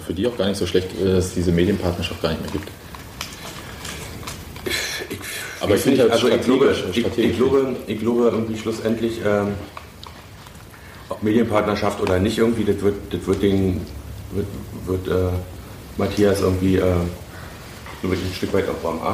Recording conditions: background noise